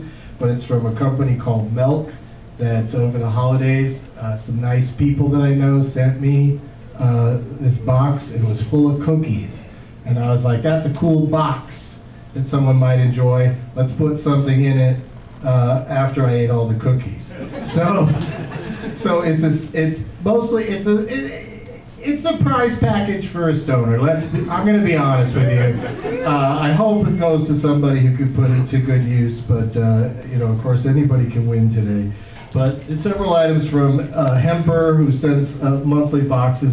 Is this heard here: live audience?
yes